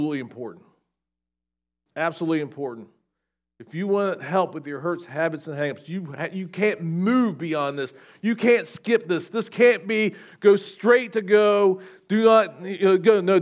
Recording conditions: large echoing room